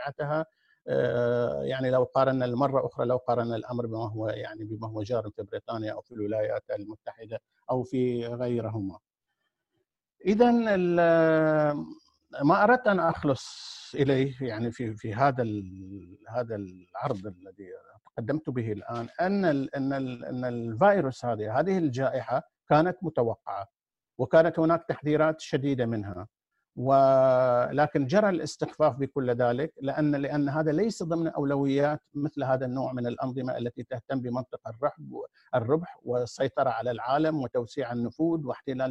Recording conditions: video call